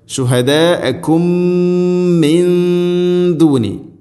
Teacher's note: ശുഹദാഅക്കും ശേഷം ശുഹദാഅക്കും മിന്ദൂനി മീമു സാക്കിനയ്ക്ക് ശേഷം മീമ് ഇദ്ഗാം മുതമാസിലൈൻ മീമിനെ അടുത്ത മീമിലേക്ക് ഇദ്ഗാം ചെയ്ത് അഥവാ കൂട്ടിലയിപ്പിച്ച് മണിച്ചുകൊണ്ട് ഉച്ചരിക്കണം. ഇദ്ഗാം മുതമാസിലൈൻ എന്നാണ് അതിൻ്റെ പേര്.